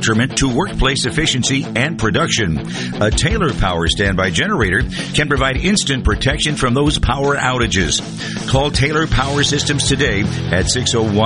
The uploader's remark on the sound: Joins the conversation by phone from the road as he is out and about on Primary Day.